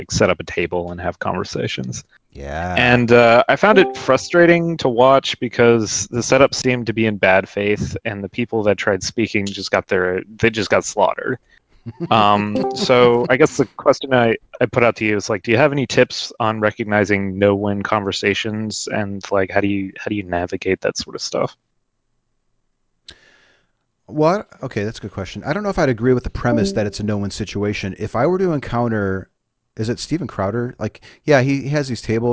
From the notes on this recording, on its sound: Location: ACA Discord Server. My apologies for the broken audio. I was unaware of the issue until after the event concluded. Recorded and Edited w/PowerDirector.